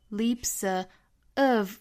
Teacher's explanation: Leaps, leap,注意长元音 e,嘴角紧张, leaps.那加了复数这个 s 读成清辅音的 s,不要读成了 z, leaps, leaps,和 of 连读成 leaps, leaps, of 尾部的 v 省读